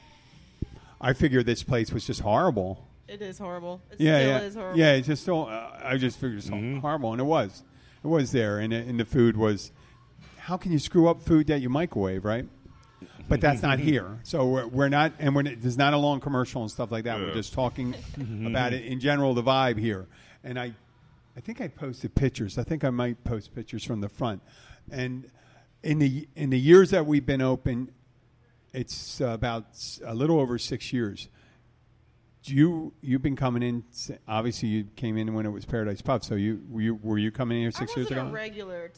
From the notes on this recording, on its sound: The Catch Restaurant-Keys Bartender. Our first show on location in 15 months, from the Catch in Key Largo. Two regulars of the Catch join.